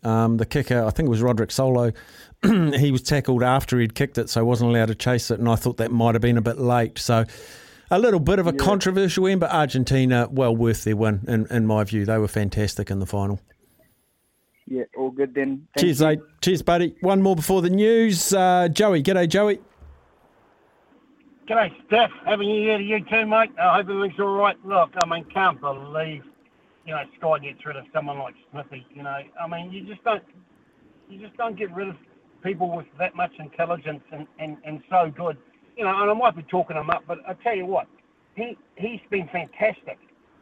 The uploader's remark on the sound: opens the phone lines for the first time in 2023!